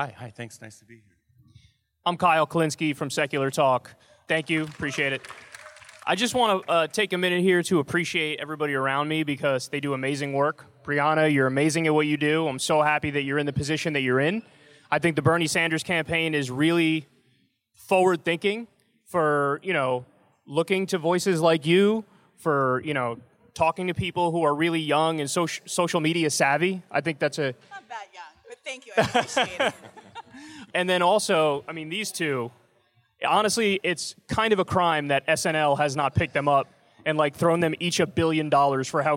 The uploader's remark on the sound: Live at Politicon. Stopped by Politicon for a live show of Hear the Bern.